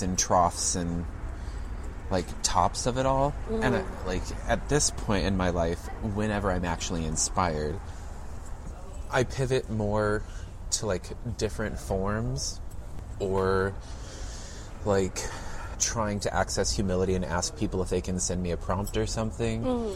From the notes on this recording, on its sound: Recorded at Campesino Coffeehouse, Houston.